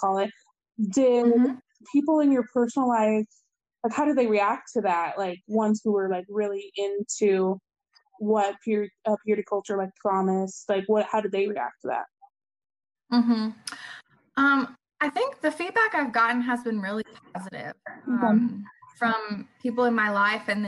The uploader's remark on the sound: Due to the long-distance nature of this call, the audio recording reflects some connectivity & sound difficulties.